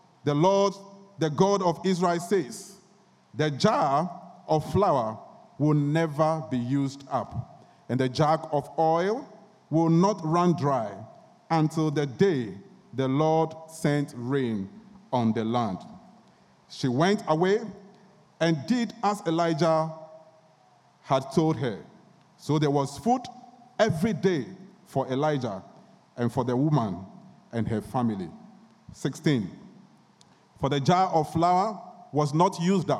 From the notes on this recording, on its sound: Sermon preached at CBC Shiashie Campus